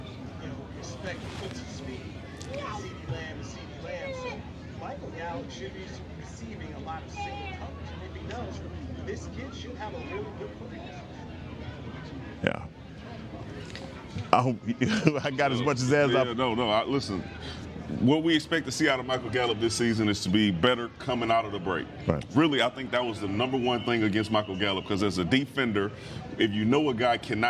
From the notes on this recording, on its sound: checks in live from Dallas Cowboys training camp